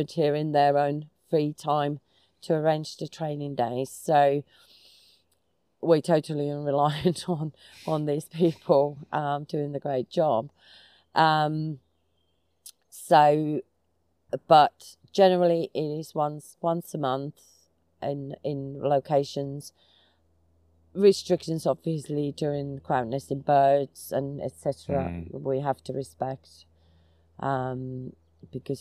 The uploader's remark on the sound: Was recorded live in the middle of a forest, so we apologise for any poor sound quality.